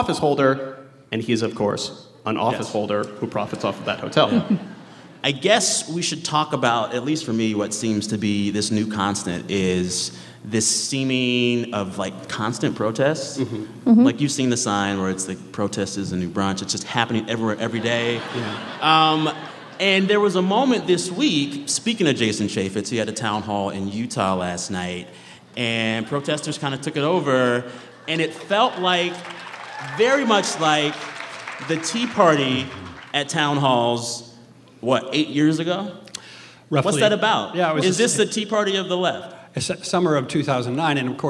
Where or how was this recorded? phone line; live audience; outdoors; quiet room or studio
live audience